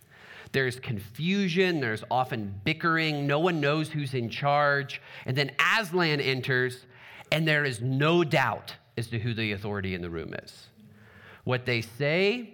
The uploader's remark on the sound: Trinity Anglican Church Littleton, CO